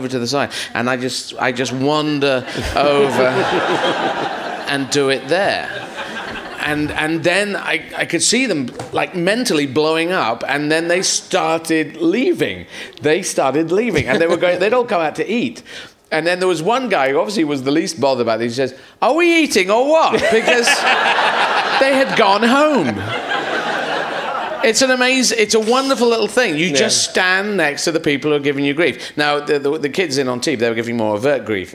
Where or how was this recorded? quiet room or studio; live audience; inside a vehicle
live audience